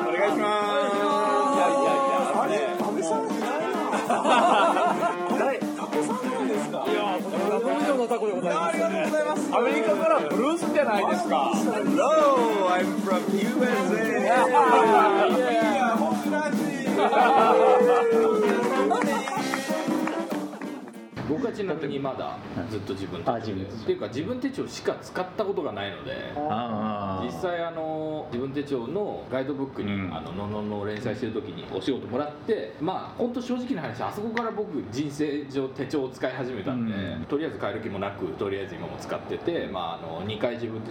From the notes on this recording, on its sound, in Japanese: 今回、録音器のトラブルでノイズがあります。